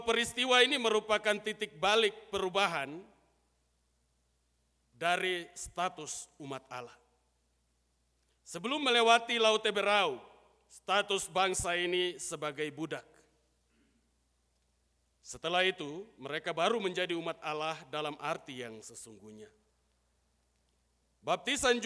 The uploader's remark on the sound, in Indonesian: Rekaman Khotbah pada Ibadah Minggu pagi tgl 2 Juli 2023 dari GKI Kalvari Tembagapura, Papua.